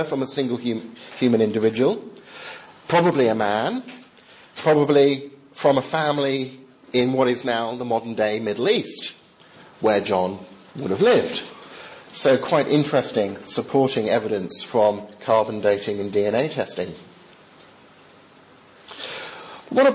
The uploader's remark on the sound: Talk delivered during the Chaplaincy service at Heriot-Watt University in Scotland